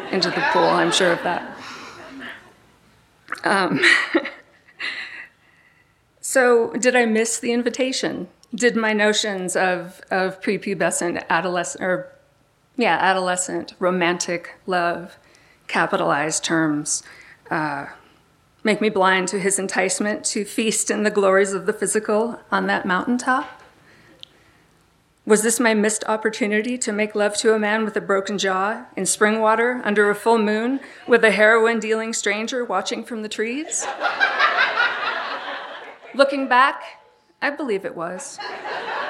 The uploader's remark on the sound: recorded live on 17 August 2016 at Buntport Theater in Denver Colorado